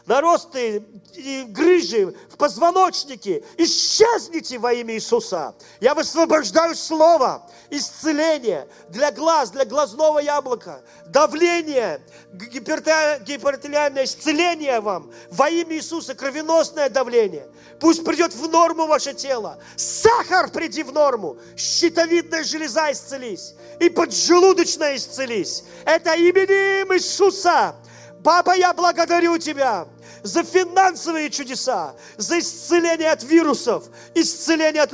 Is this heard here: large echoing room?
yes